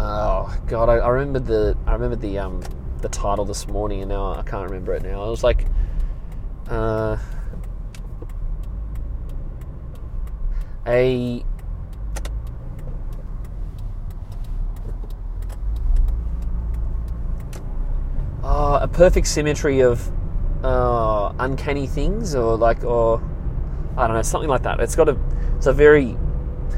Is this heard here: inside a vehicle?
yes